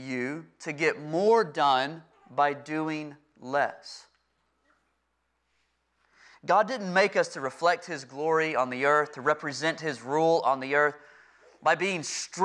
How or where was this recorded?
large echoing room